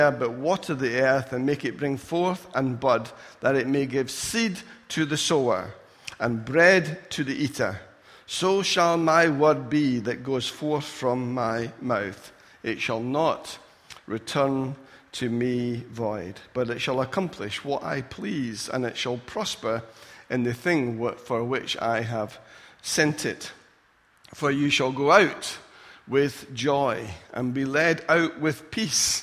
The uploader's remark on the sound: Recorded at freedomcentre church, Preston on Sunday 3rd September 2017